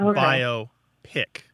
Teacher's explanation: it's not divided between the I and the O. It's divided between the O and the P.